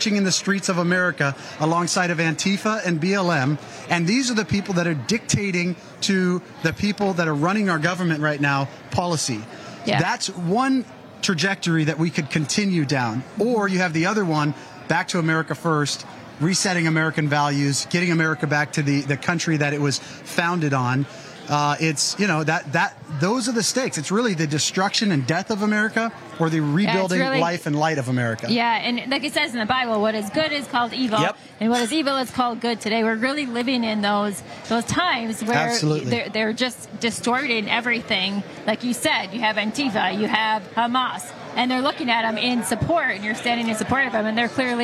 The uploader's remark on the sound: Live From CPAC International Panel